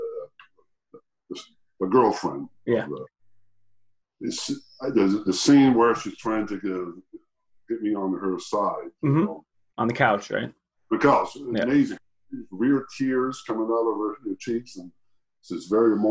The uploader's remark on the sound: Recorded via Zoom